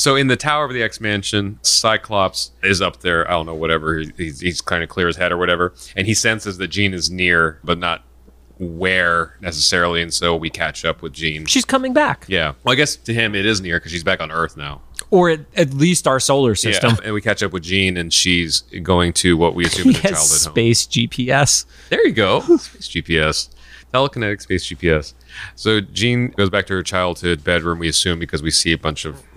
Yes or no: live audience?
no